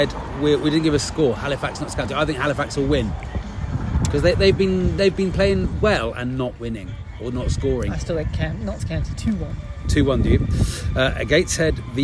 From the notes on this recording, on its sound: Live from Maidstone. This week's truncated (due to holiday) episode comes live from a pub in Maidstone...